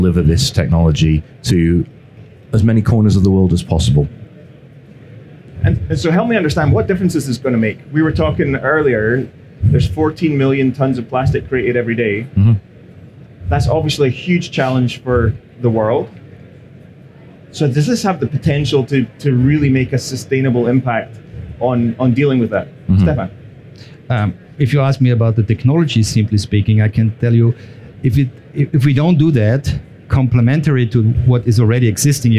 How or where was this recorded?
busy venue